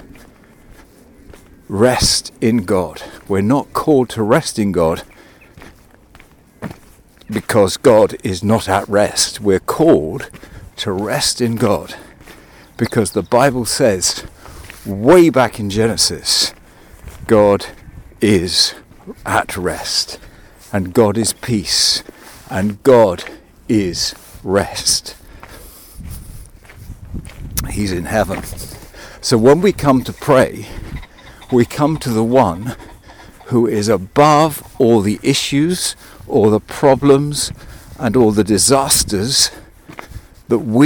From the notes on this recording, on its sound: This one was recorded on a walk.